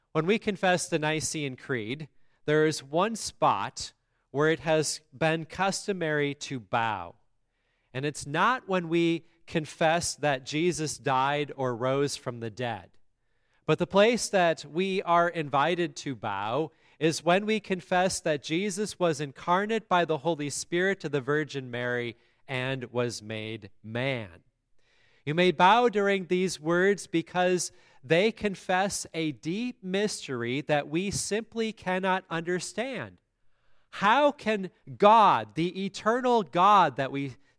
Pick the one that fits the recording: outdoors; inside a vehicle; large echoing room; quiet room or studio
large echoing room